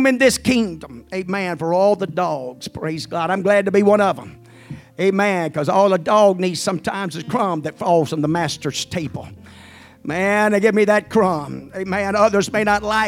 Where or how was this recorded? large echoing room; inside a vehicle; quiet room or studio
large echoing room